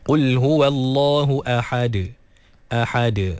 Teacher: ha dikeluarkan daripada kerongkong pertengahan. Dan juga dal diqalqalahkan.